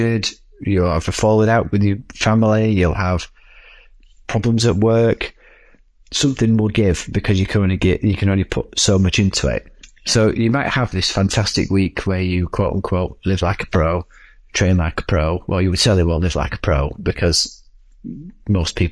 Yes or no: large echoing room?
no